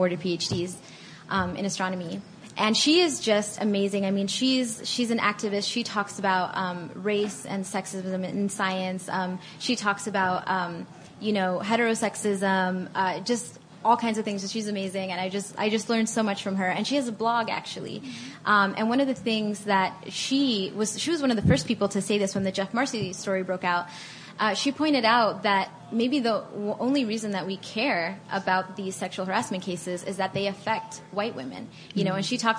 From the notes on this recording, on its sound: In this live Stuff Mom Never Told You conversation at SxSW Interactive